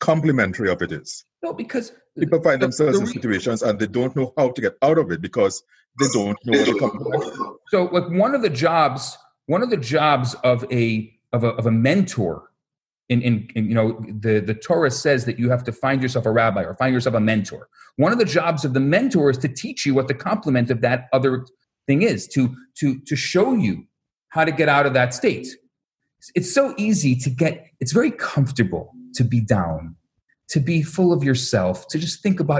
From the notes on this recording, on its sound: Recorded Live on Zoom